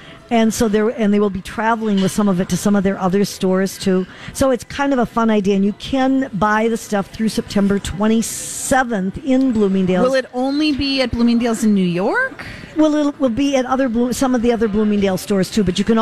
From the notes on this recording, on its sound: broadcasting live at the General Store of Minnetonka